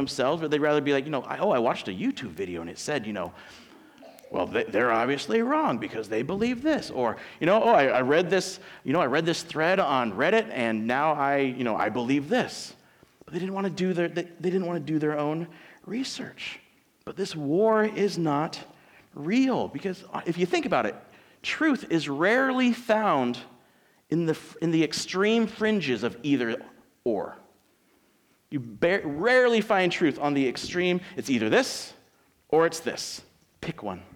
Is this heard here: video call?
no